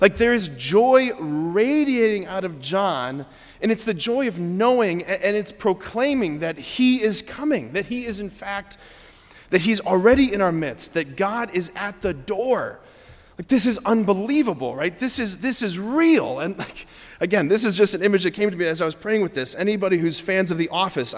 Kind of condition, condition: setting, large echoing room